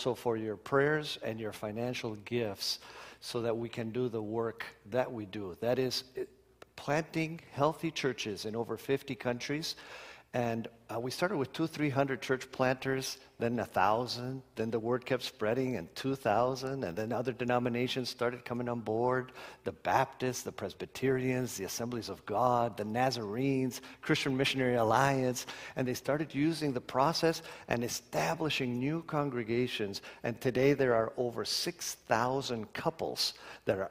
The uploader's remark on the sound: Live Sunday Worship